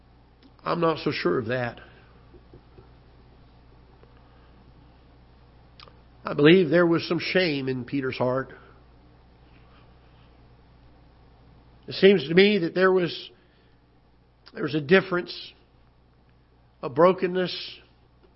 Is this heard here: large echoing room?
yes